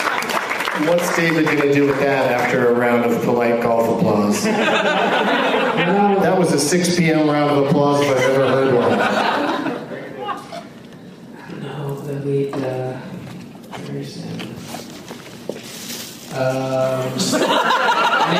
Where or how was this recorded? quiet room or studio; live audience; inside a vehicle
live audience